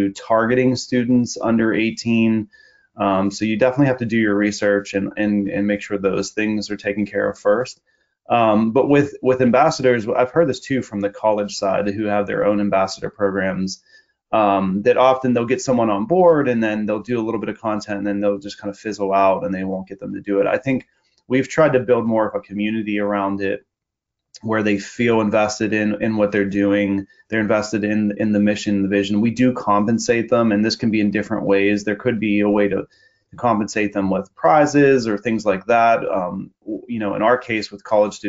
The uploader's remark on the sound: This is a recording of a Niche webinar.